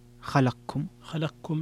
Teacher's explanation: فيها الإدغام الكبير للسوسي، إدغام القاف